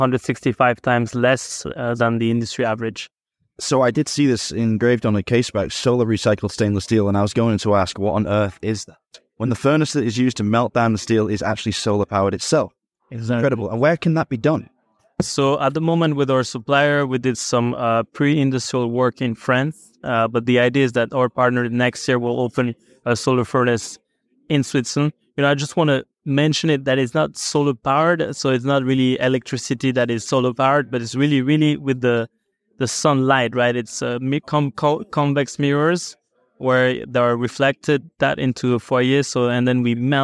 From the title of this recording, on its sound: Live At Geneva Watch Days